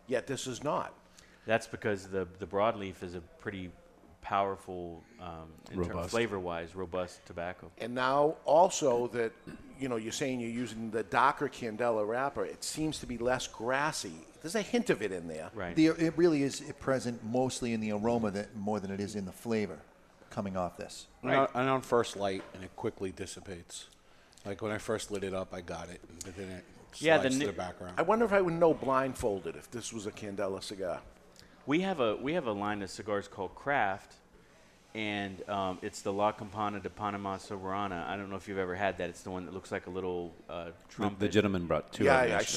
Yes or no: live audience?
yes